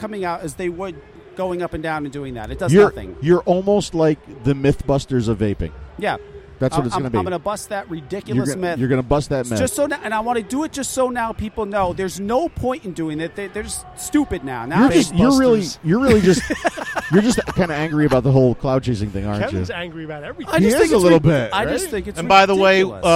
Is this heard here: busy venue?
yes